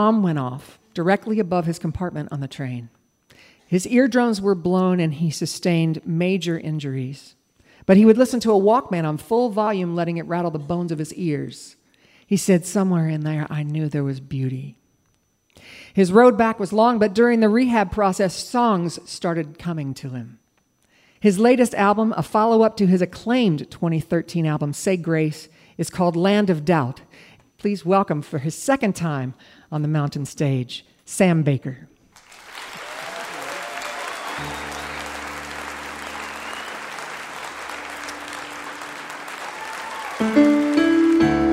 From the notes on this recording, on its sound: Recorded in Charleston, WV at the Culture Center Theater.